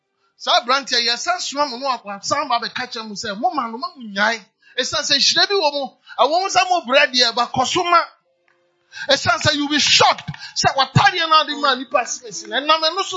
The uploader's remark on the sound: PREACHED ON SUNDAY 26TH FEB, 2023 DURING FLOW ANOINTING SERVICE AT CAPTAIN OF SALVATION CATHEDRAL.